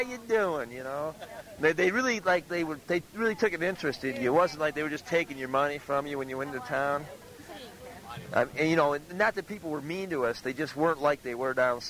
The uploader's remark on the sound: We revisit Trail Days in Damascus, Virginia. Most of these interviews were recorded live at the annual festival.